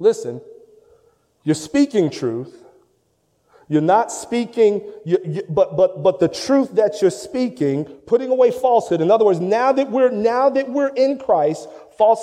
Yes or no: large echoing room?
yes